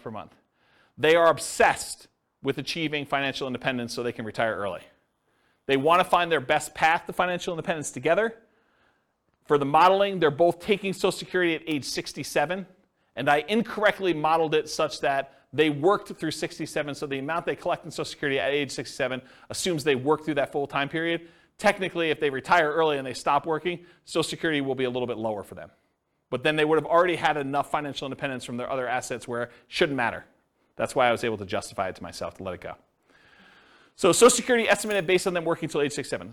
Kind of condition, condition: setting, live audience